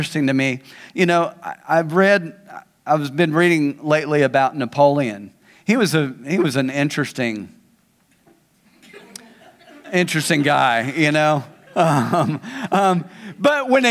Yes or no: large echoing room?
yes